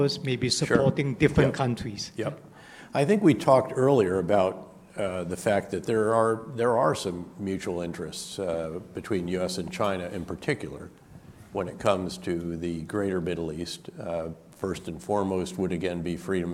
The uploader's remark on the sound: This public lecture was conducted both in-person and via Zoom